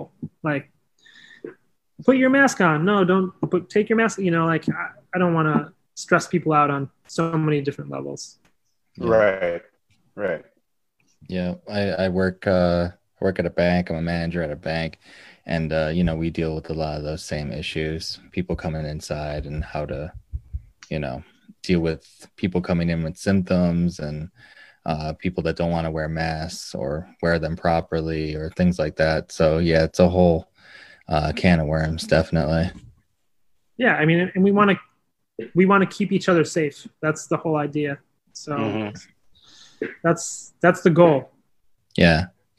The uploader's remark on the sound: Recorded Live on Zoom.